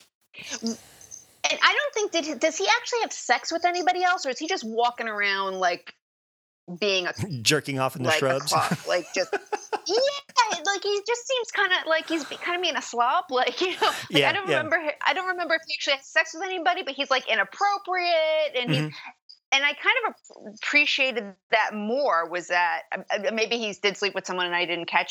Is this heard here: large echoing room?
no